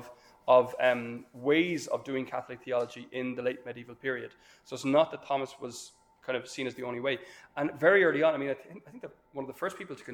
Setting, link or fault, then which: setting, live audience